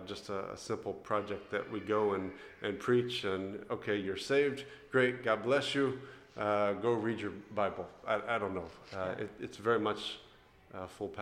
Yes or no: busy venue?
yes